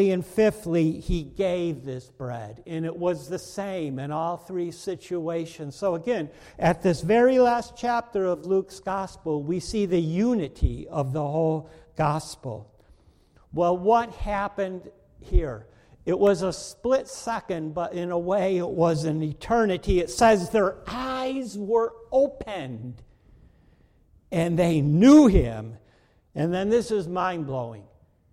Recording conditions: large echoing room